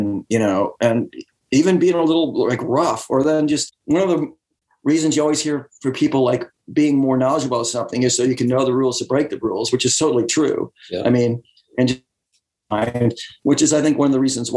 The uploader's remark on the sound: remote ZOOM